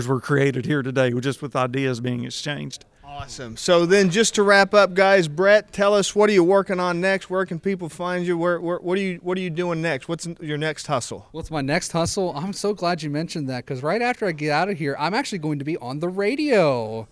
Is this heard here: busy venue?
yes